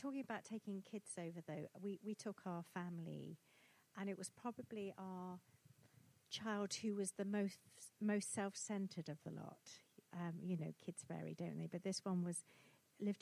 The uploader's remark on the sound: Recorded on Saturday 5 November 2022 at Christ Church Winchester.